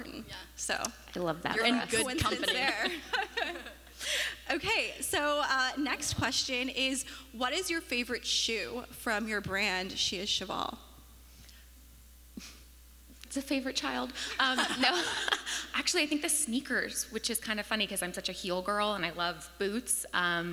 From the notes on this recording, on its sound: the first ever live recording of the Founding Fearless Podcast at the KS WELI Women's Summit 2023